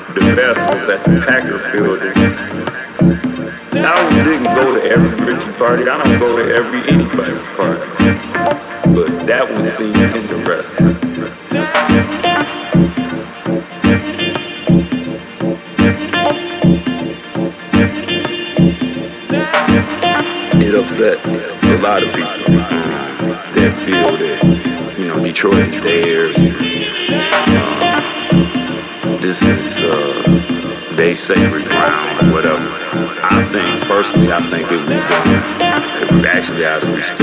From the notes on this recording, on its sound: Live mix recorded at Okatshe on March 6, 2020